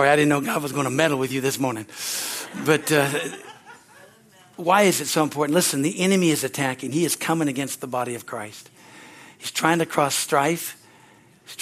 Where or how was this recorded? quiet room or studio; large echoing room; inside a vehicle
large echoing room